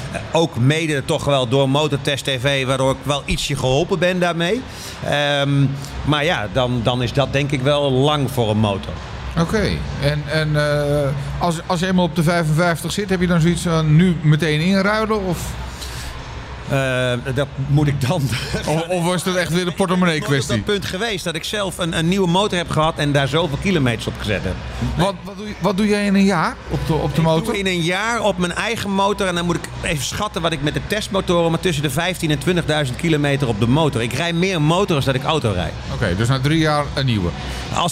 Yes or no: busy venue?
yes